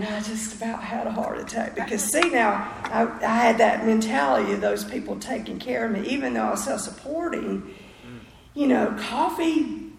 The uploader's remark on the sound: speaks at the 6th Annual Spring Into Action Conference in Sanford NC on Feb 4 2023